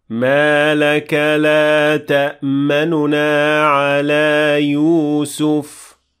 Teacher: You can read it using ikhtilas, which will be applied on the first noon.